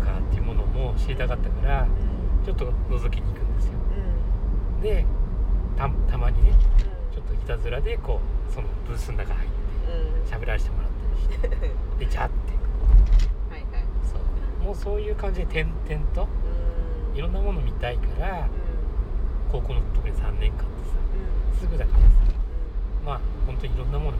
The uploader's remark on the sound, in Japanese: 今夜は移動中収録です 最後バックのピーピー音入ってすみません。移動型教室WAFF》。